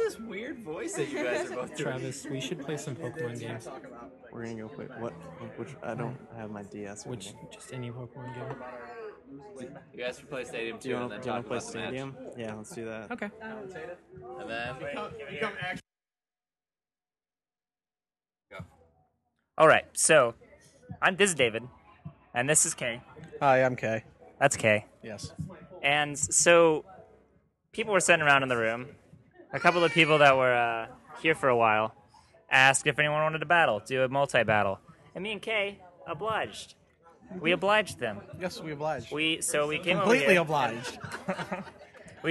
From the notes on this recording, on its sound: How To Rock Midwest Gaming Classic [Live Show]. Recorded live at the show.